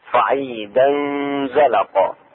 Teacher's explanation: اخفاء التنوين، تنوين فتحتين مع الزاي، صعيدا زلقا مع الغنة